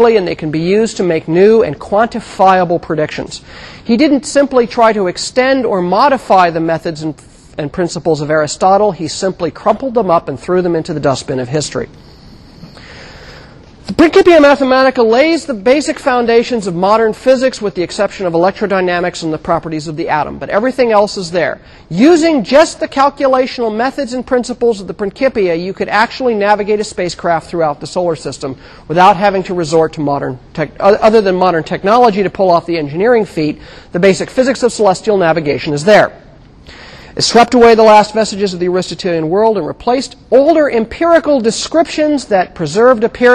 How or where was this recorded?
large echoing room